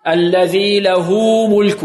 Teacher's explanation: متحركين، كما هنا مثلا له الهاء هنا بارك الله فيكم قبلها فتحة، قبلها لا مفتوحة وبعدها ميم مضمومة، وقعت بين متحركين وجاءت الهاء مضمومة، إذا توصل بماذا؟ بواو لفظية